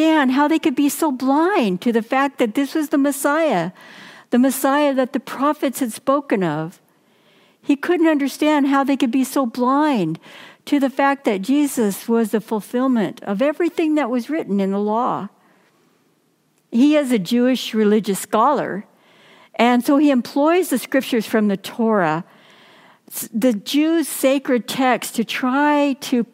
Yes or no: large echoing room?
yes